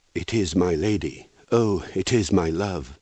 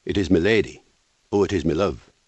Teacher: listen to how long the my vowels are · Shown in: first take · my lady, my love.